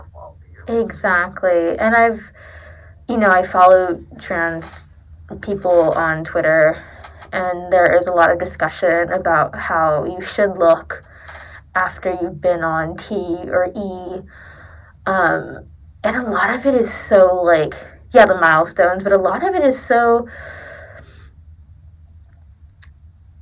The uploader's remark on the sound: Since there are audio issues.